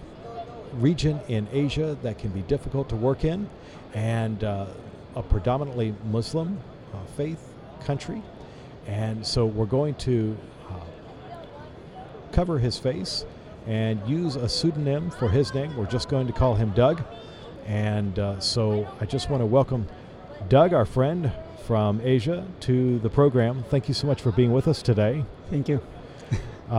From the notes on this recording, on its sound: This episode was recorded on location at ASI International Convention in Kansas City, Mo.